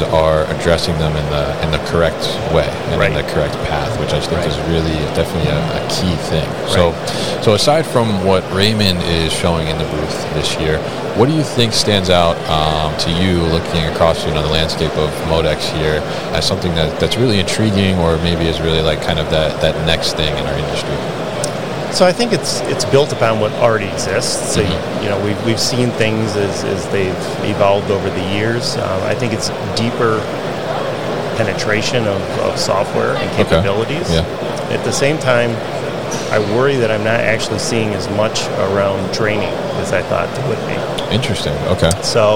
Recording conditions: busy venue